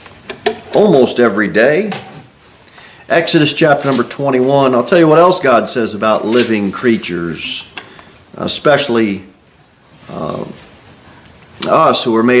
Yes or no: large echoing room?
yes